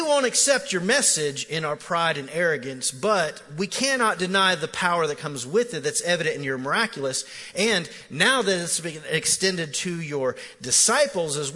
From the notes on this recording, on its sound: Recorded live at The Fellowship at Mt Juliet on May 12, 2019